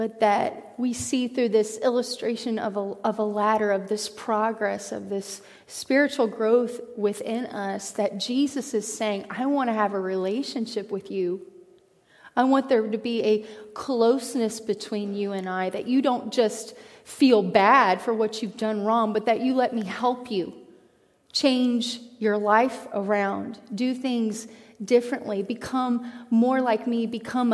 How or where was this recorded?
large echoing room